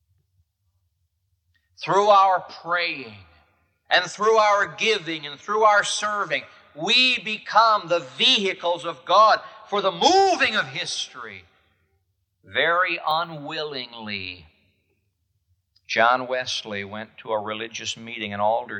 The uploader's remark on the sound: This message was preached at the Moody Church in Chicago, IL on April 2, 1978.